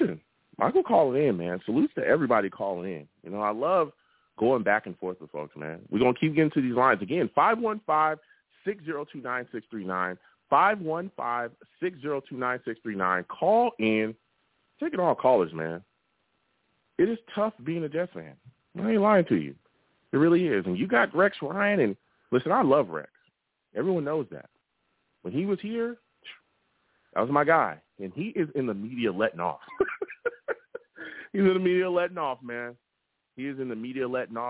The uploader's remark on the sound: I also take live callers!